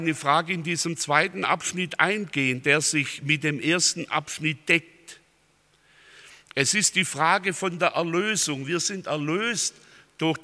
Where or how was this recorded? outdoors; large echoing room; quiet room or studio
large echoing room